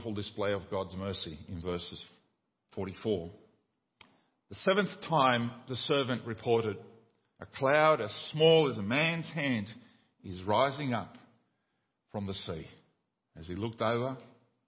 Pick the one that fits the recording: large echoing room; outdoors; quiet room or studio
large echoing room